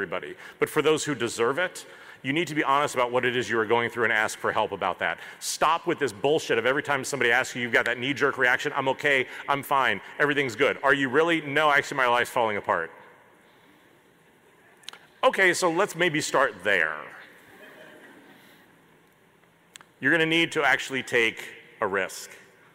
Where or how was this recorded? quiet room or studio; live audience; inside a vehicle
live audience